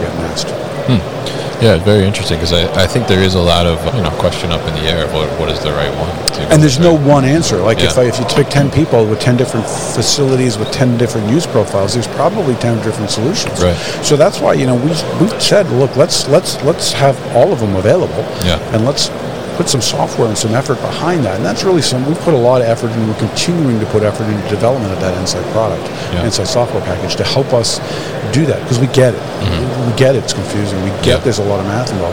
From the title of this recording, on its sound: Enersys at MODEX 2022